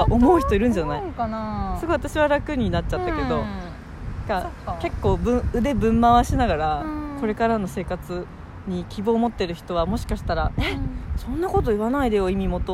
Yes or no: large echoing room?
no